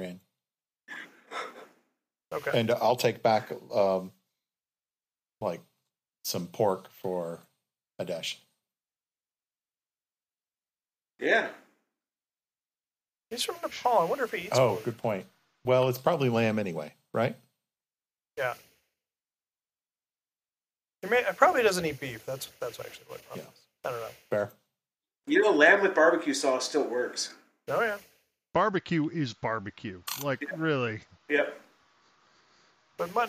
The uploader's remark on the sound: (Test Session). Still figuring this audio post-processing thing out, so be warned, it’s not great sound quality.